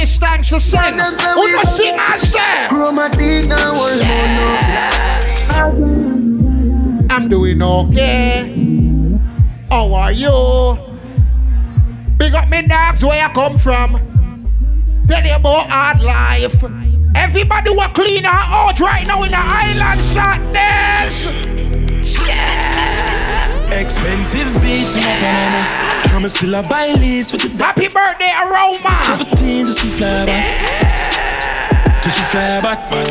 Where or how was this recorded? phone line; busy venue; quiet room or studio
busy venue